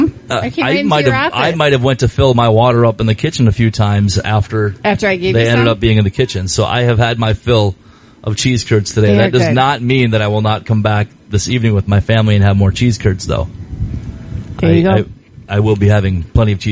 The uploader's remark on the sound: Live Show From The Crow Wing County Fair.